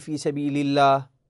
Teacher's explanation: المفروض يرقق اللام في لفظ الجلالة باعتبار سبقها كسرة أو سبقتها كسرة · Term: ترقيق اللام